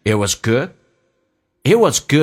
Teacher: good 被强调， it was 用降调来读